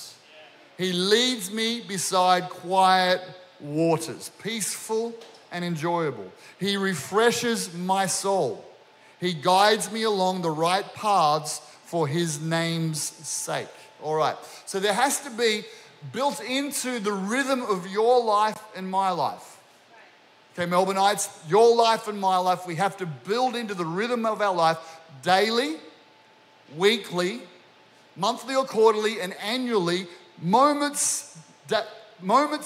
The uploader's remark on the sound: This was recorded during our 9am service